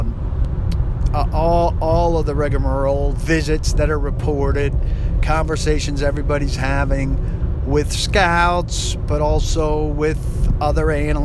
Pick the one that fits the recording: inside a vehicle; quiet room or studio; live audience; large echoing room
inside a vehicle